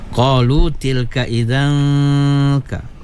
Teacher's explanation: Tanwin bertemu dengan kaf ikhfa hakiki kena wajib guna dua harakat